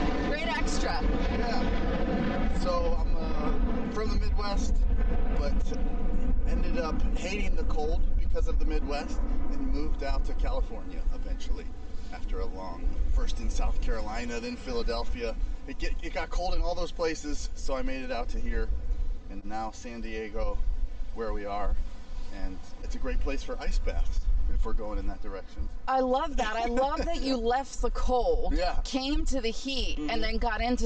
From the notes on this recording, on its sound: I had a fun walk and talk. In San Diego recently. You will have to ignore, or enjoy, the buzz of the occasional airplane as we chat!